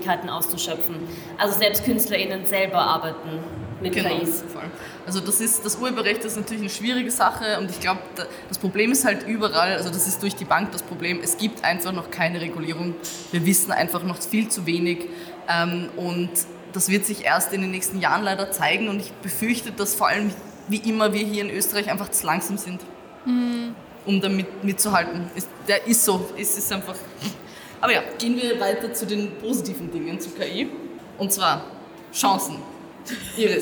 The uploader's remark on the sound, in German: Live auf der Comix.